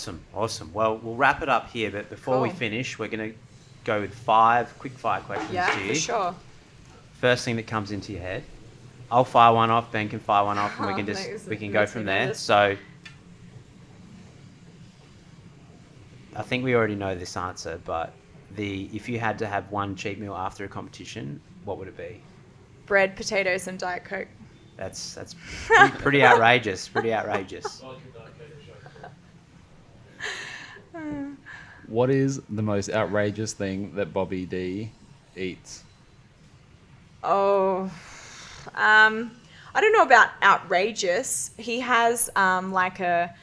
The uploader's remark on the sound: Live from an Athlete Training Camp in Bali